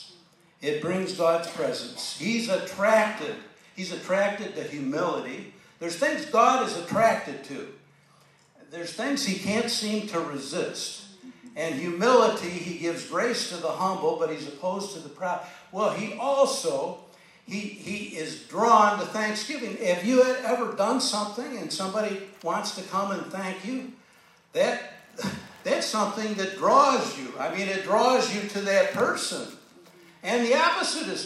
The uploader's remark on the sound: This edifying sermon was delivered during Granbury's Annual Community Thanksgiving Service